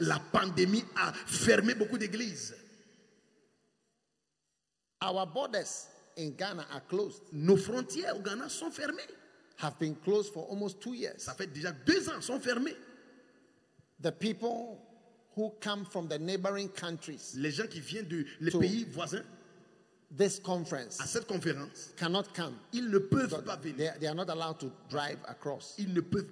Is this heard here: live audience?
yes